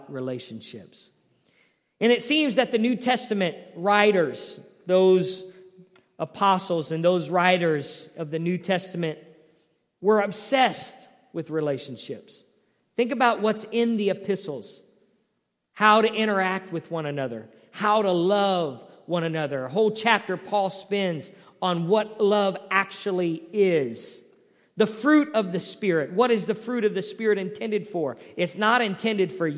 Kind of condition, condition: setting, large echoing room